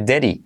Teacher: Pero la D segunda se convierte en R suave.